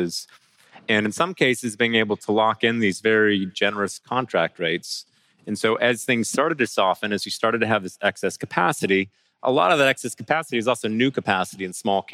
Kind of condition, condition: setting, busy venue